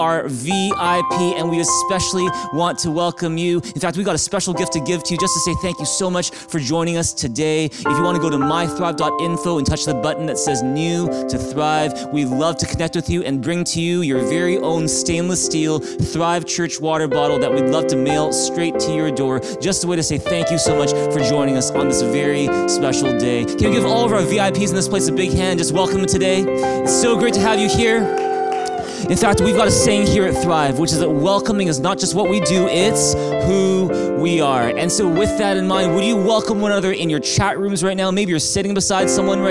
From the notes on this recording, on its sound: Streamed on February 14, 2021 at THRIVE Church Vancouver, Canada